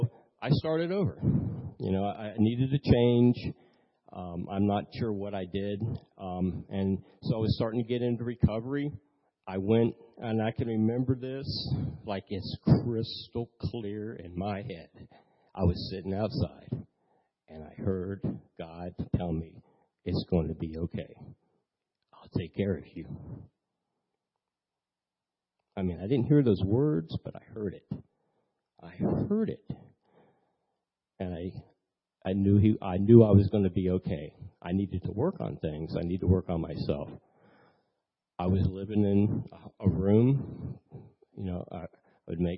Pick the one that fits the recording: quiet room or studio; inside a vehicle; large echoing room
large echoing room